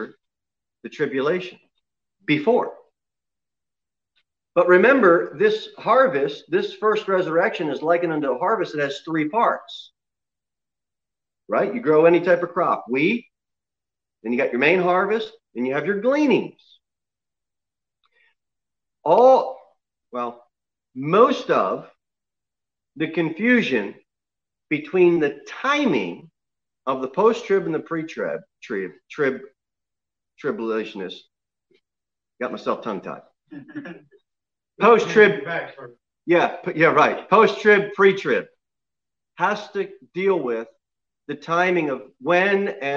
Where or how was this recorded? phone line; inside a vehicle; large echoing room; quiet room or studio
large echoing room